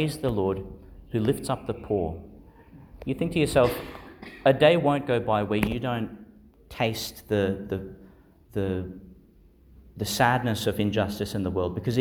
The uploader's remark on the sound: delivered (in the morning) in Our Lady Star of the Sea Church, Gladstone, Qld.